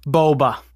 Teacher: it's got rounder vowels, which sounds nicer, and it's got voiced consonants, so you don't get that like harsh, like unpitched F's and T's